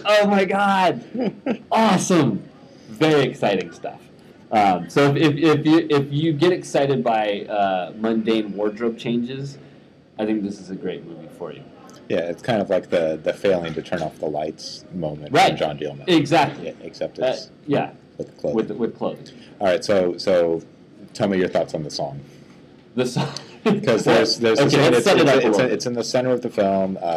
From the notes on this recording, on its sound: Ventured out their local AMC theatre to record an episode on-location at the Seattle premiere of the new Johnnie To film.